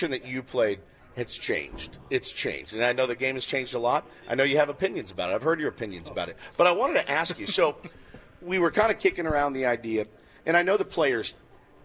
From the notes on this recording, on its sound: Day 2 from Padres Fantasy Camp in Peoria, Arizona